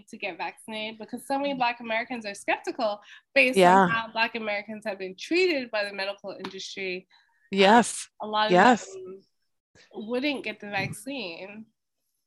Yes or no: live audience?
no